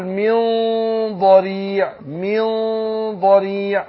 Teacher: عندنا نون ساكنة وبعدها الضاد فبخفي النون عند الضاد بس بفخم الغنة نفسها